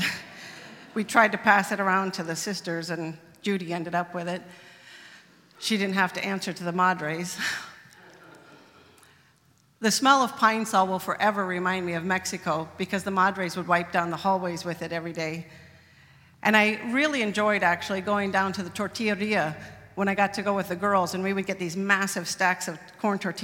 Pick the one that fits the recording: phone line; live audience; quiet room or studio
live audience